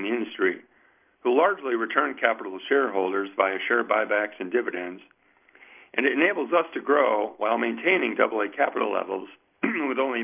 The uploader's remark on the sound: Athene Fixed Income Investor Conference Call.